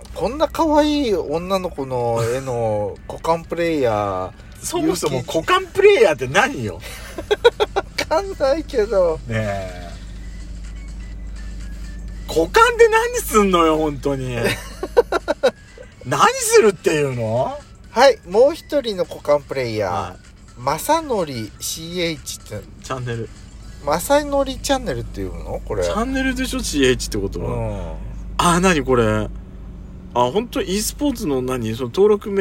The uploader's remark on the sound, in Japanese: パーキング収録